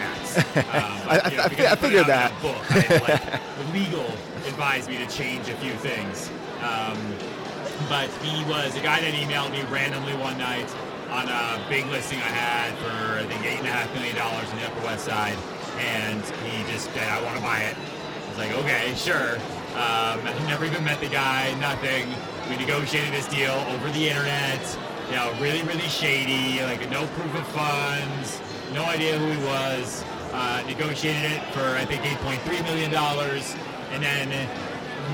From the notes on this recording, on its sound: Live from AIME FUSE 2019. Although the interview is loud, as it was recorded in a room full of hundreds of brokers, the conversation is worth the listen. Forgive us for the background noise.